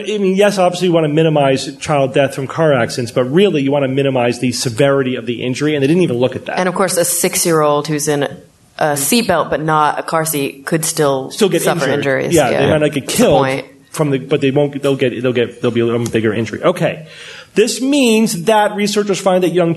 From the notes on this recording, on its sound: Live from NECSS 2017